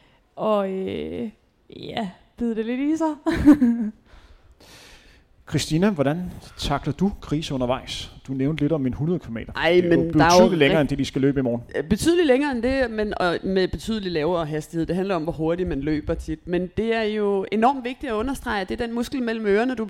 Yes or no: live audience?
yes